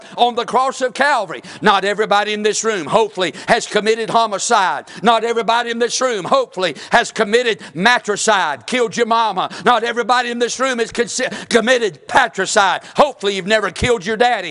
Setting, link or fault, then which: setting, large echoing room